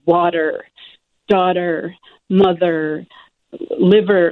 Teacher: So all the really old words, water, daughter, mother, liver, like these are first syllable stress